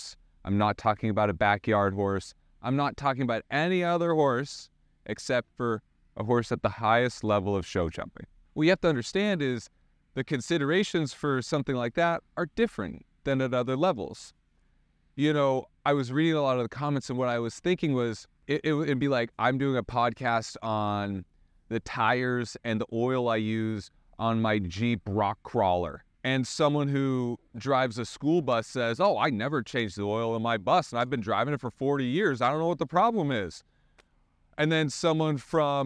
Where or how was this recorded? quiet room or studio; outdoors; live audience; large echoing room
outdoors